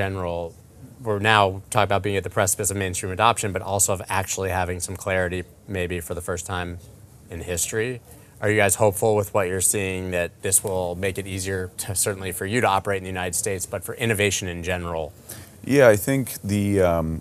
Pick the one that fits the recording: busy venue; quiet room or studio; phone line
busy venue